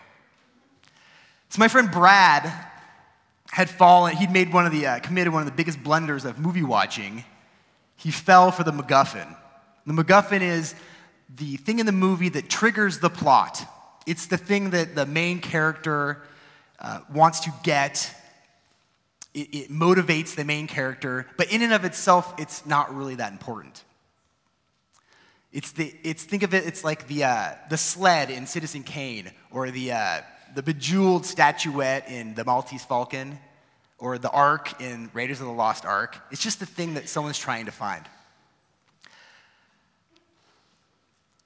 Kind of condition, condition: setting, live audience